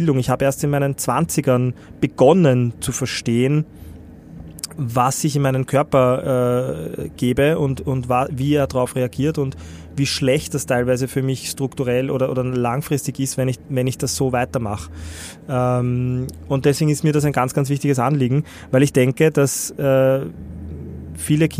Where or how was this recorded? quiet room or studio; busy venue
busy venue